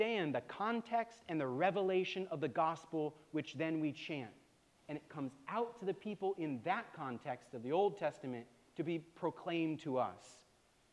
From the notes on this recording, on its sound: preached at All Saints Anglican Church in Charlottesville, VA on October 15, 2023